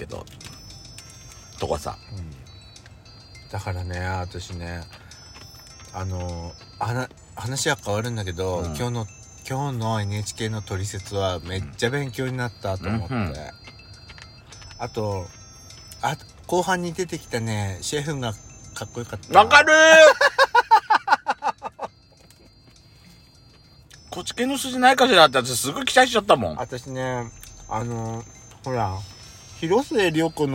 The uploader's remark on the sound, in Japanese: パーキング収録